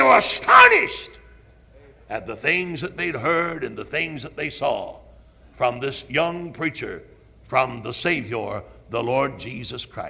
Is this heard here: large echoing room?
yes